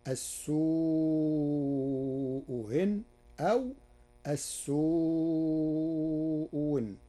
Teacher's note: قرأ ورش كلمتي السوء إن بتسهيل الهمزة الثانية وإبدالها واوا في لغات العرب، فتصير السوء هن أو السوء هن.